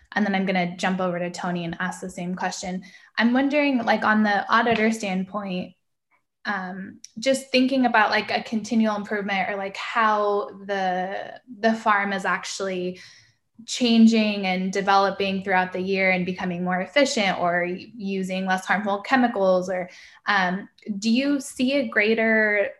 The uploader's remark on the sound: This is a recording from a webinar